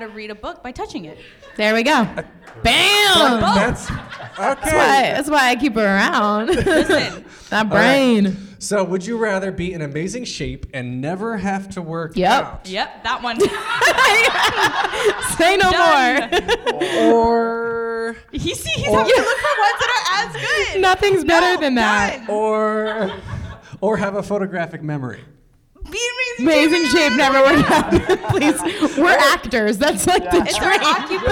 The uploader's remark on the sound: At this year’s BroadwayCon, The Broadway Podcast Network family — went BIG! This week’s Episode is from our live recording.